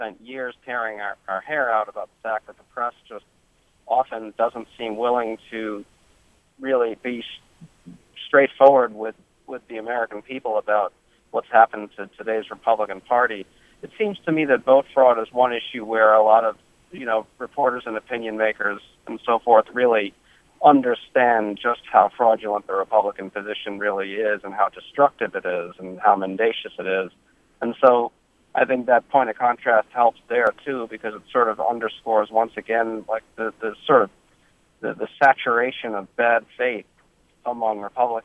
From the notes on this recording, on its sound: joined us by phone